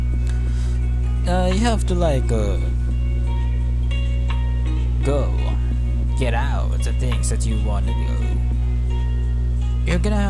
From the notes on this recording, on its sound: I’m very sorry for the background I don’t know how to fix it yet.